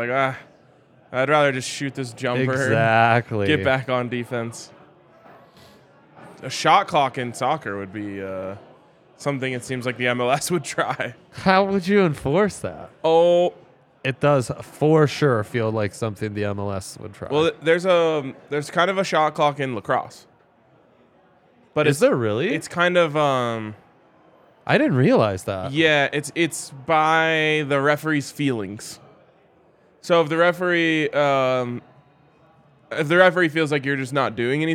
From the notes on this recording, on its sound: LIVE from the DNVR Bar